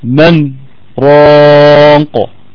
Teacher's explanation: سكتة بسيطة خالص من غير اخذ نفس · Term: السكت